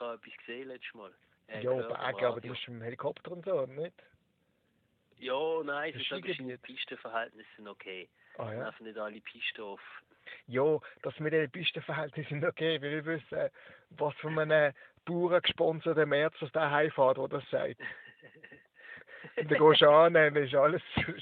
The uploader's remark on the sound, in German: am Telefon